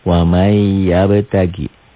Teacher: Wamai N-nya melebur ke Y. Bunyi nun matinya berubah menjadi Ya. · Term: idgom